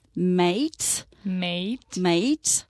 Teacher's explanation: das ist ein E mit I am Ende, also das geht nach oben. · Und diese Diphthong wird sehr lang, also verlängert.